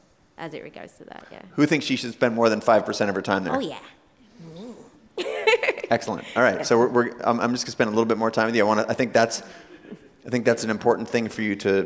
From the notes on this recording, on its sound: Today you’re joining me in Jamaica where I gave a keynote to rising stars; part of Richard Branson’s Center for Entrepreneurship. Getting to hear from 3 different entrepreneurs on stage.